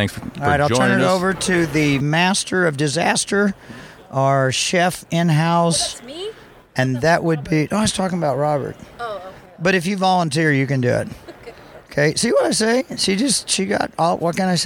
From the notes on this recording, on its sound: On site at the Springfield Area Home Builders Home Expo at the CACC Booth.